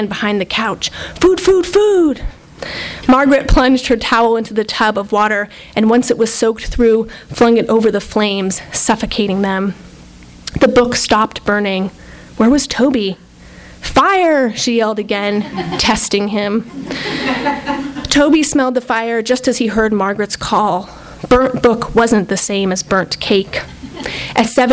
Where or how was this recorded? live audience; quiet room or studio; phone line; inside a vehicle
live audience